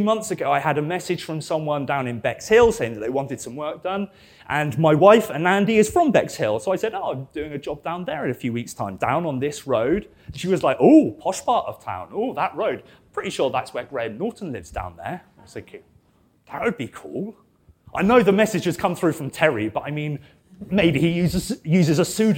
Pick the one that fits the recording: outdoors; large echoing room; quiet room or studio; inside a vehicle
large echoing room